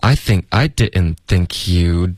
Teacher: 然后 you'd 结尾的这个的呢省略了